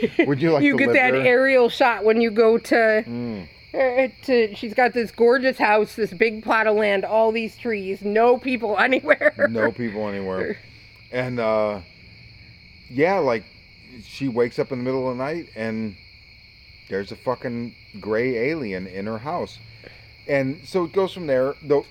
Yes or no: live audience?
no